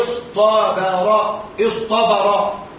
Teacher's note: قلبوا التاء طاء، لأن الطاء مفخمة فتتناسب مع الصاد المفخمة فأصبح النطق سهلا